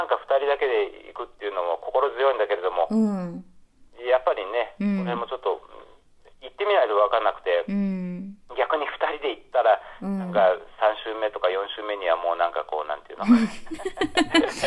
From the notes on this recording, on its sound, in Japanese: 電話インタビューをしました